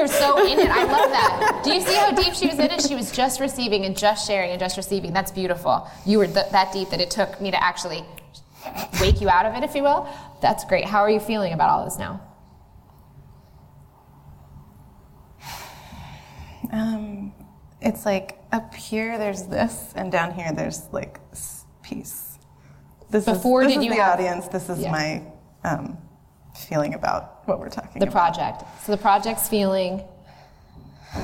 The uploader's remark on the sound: We worked with a live studio audience of 140 Lively Show listeners in Pittsburgh.